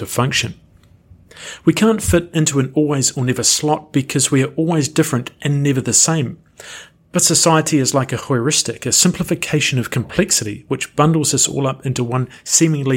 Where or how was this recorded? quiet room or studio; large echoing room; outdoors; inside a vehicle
quiet room or studio